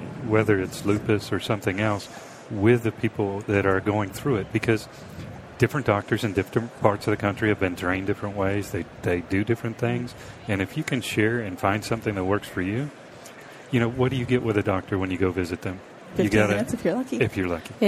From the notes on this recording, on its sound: The episodes were broadcast live in CTGHS’s booth at the The HIMSS15 Annual Conference and Exhibition. Live from the HIMSS15 Exhibition floor in Chica.